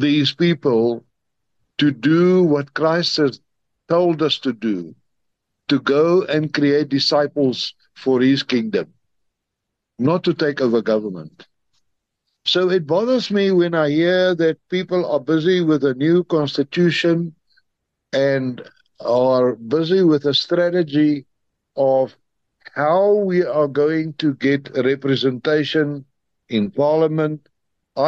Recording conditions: video call